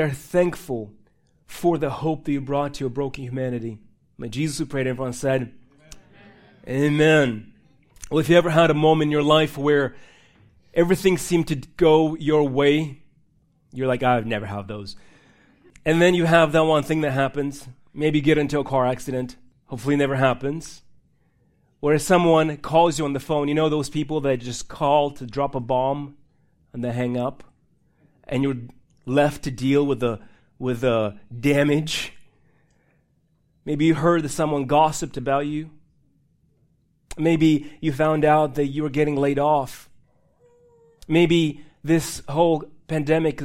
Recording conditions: large echoing room